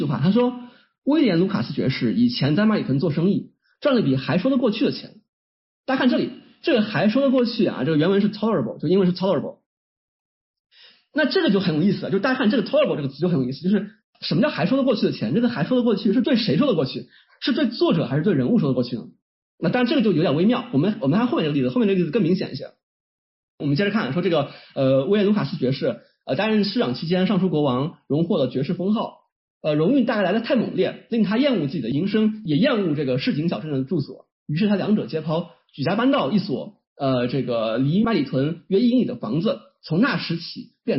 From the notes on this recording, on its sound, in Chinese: 这是一次线上讲座的录音（不包含提问交流部分）